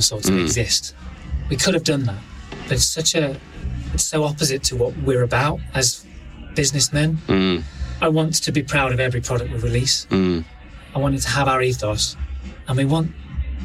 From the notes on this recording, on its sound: This was the first time I ventured out of my own home studio to meet the guests in person. Sorry about the background noise in the members club!